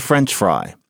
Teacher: there are two words, and you've got the accent on the French